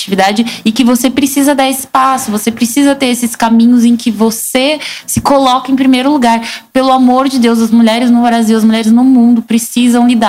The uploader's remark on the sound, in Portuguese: gravado ao vivo e com platéia